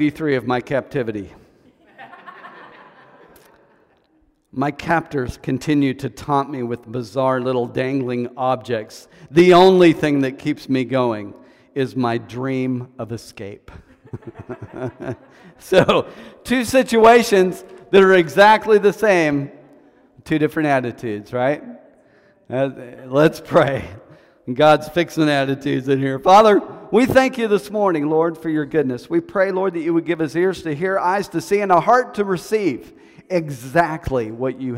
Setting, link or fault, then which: setting, large echoing room